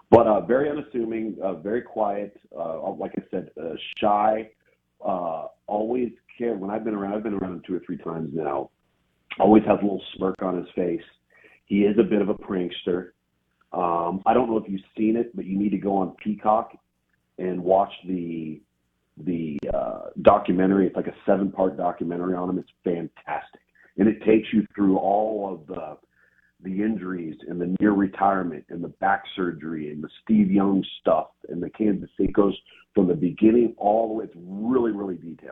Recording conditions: phone line